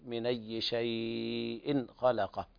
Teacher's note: أخفيت التنوين عند الخاء